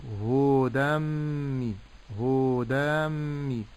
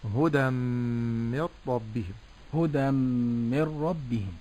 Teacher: لا أمد في الهاء ولا أمد في الدال · Shown in: second take